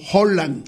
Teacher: O con H o con J, Holland, con una J suave y aspirada.